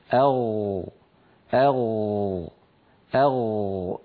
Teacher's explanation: فبين جذر اللسان والحنك اللحمي في هذا المكان الذي ترونه يخرج حرف الغين. ولاحظوا بأن المخرج لا ينقفل، لاحظوا بأن المخرج مفتوح.